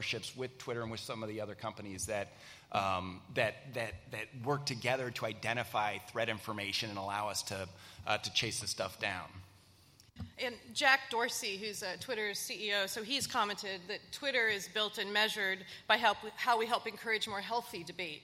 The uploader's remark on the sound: Social Media: 2020 LIVE at the Annual Conference. At the 28th Annual Review of the Field of National Security Law Conference.